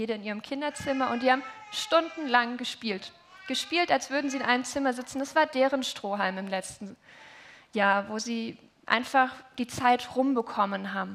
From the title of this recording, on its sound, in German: Heilig Abend Familiengottesdienst